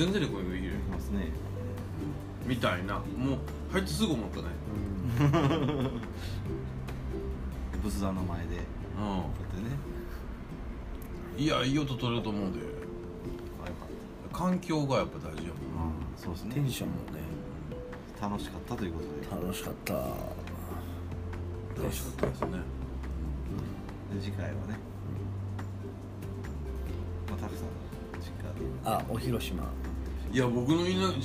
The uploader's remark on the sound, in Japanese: 神戸、SPACE DOG!RECORD(お店)より。